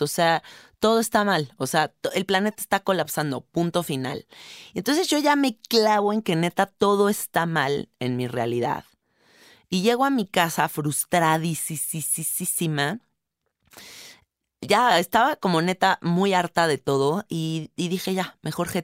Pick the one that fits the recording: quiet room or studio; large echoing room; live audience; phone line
quiet room or studio